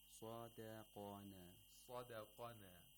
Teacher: The sad has tafkhim at the second highest level, and so does the qaf.